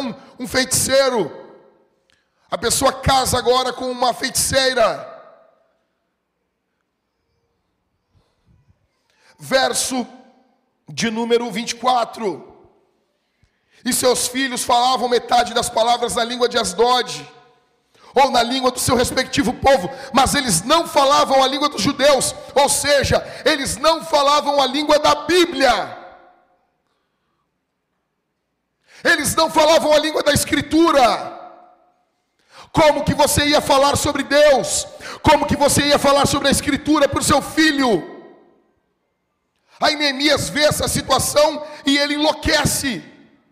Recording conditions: large echoing room